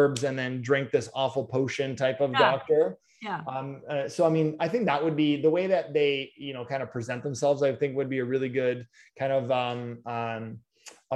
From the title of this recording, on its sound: Facebook Live - Day 72 - Morning Live